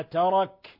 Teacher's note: وهذه الكاف من حروف فحثه شخص سكت فتهمس يجوز همسها